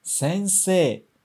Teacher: E no final do sensei também tem E, I. Mas a gente não pronuncia o I. A gente só prolonga o E.